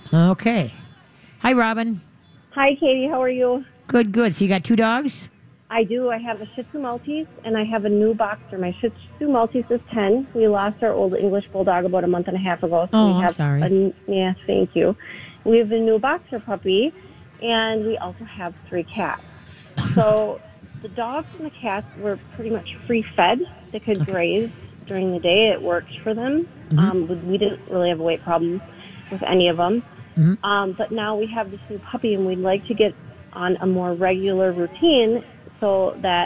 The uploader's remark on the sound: live from the State Fair!